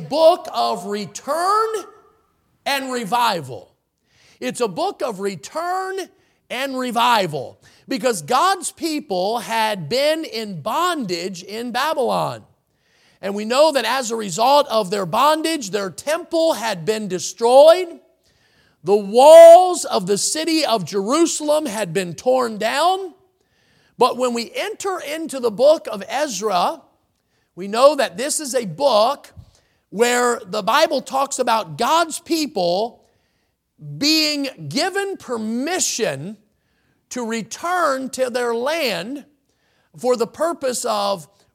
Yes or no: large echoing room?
yes